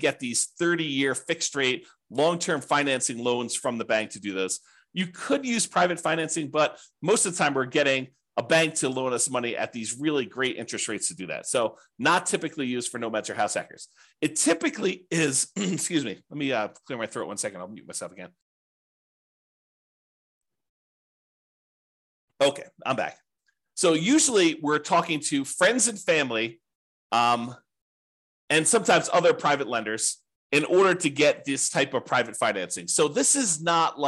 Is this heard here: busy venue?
no